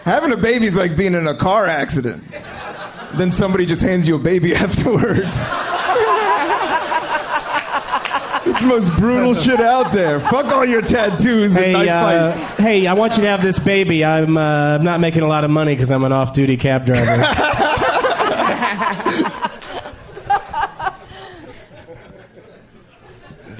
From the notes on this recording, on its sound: Live from The Punchline Comedy Club in Atlanta